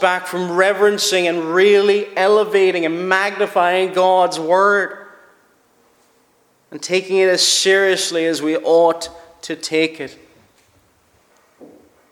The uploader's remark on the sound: Preached at Shettleston Free Church -Continuing- for their communion season.